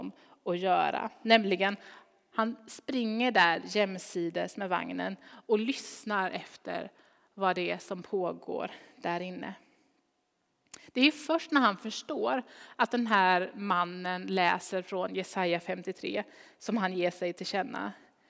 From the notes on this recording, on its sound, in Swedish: Inspelning från Immanuelskyrkan Skövde.